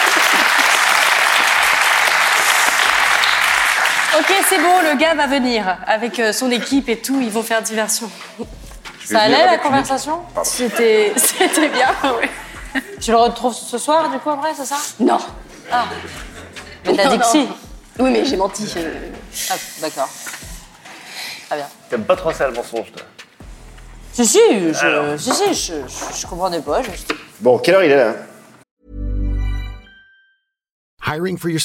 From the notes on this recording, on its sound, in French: Événement en public avec le Forum des Images, qui nous a accueilli·e·s dans sa plus belle et grande salle. Son - Forum des Images.